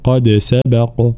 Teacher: قلقلة الدال ثم قلقلة القاف حال الوقف، قد سبق هكذا.